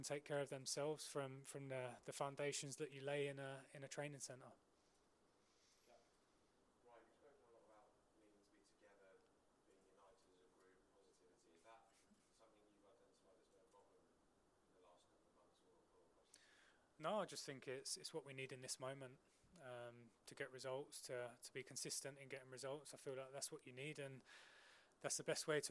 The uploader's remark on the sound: EMBARGOED PRESS CONFERENCE